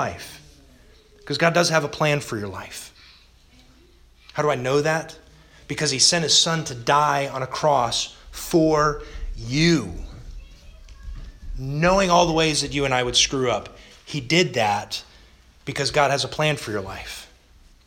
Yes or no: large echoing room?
yes